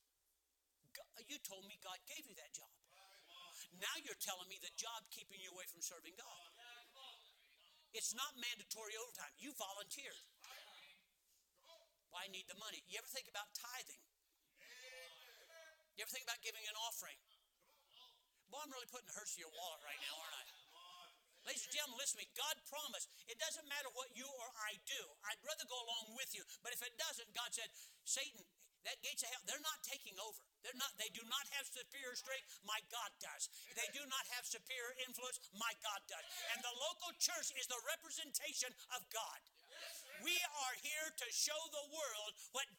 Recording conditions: large echoing room